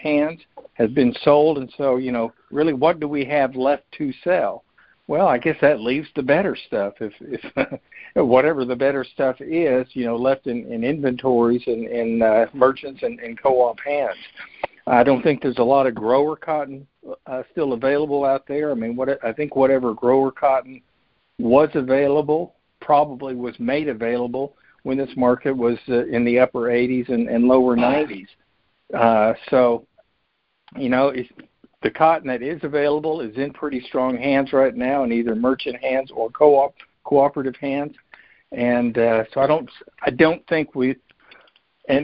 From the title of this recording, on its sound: Apr 2021 Monthly Conference Call